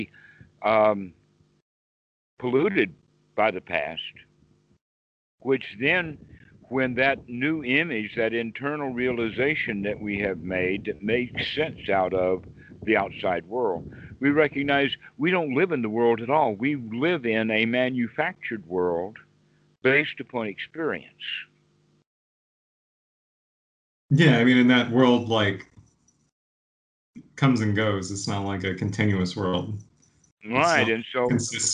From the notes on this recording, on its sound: skype calls on this channel